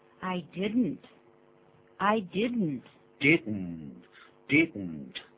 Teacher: 记住那个 didn't 的音，用鼻音出来